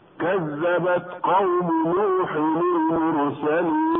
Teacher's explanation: وفي كلمة المرسلين راء ساكنة بعد ضم الميم حكمها التفخيم